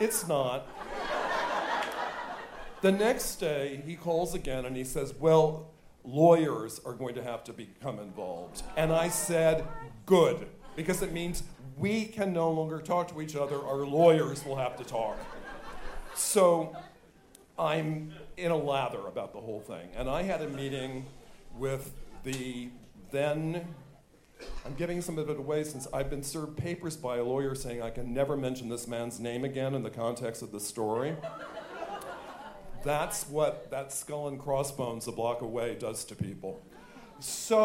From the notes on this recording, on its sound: In the first of three episodes dedicated to this live show